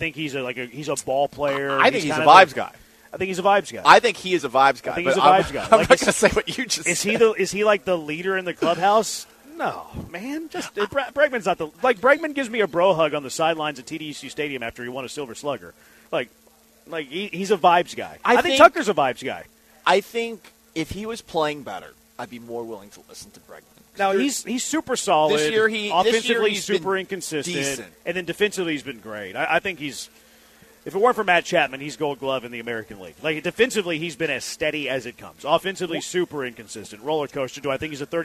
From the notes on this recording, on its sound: LIVE from Circa Casino and Resort in Las Vegas!